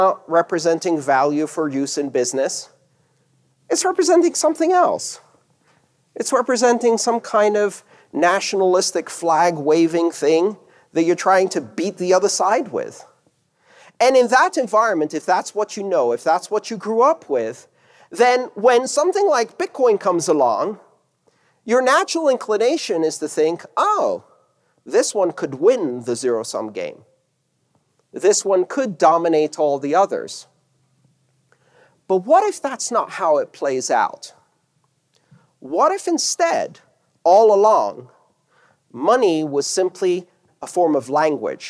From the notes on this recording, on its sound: This talk took place on August 6th 2018 at 'The Internet of Money Tour' at the Hilton Denver Inverness in Colorado.